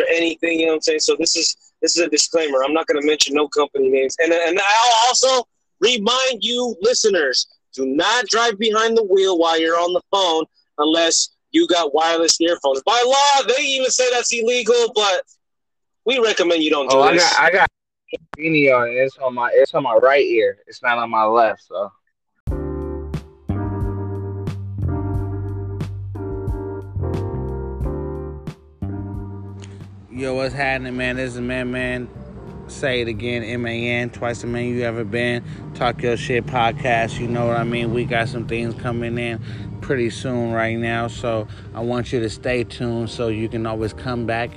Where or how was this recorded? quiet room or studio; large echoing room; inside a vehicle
inside a vehicle